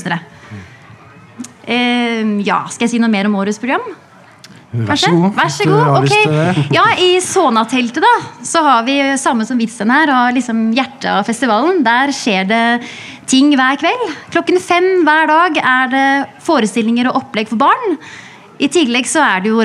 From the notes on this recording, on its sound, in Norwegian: Samtalen foregikk under programslippet i Vestby